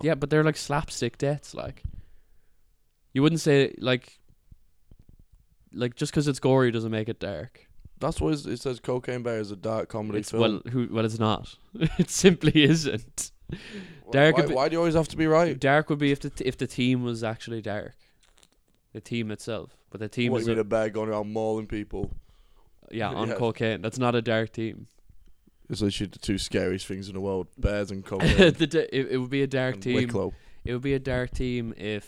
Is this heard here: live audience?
no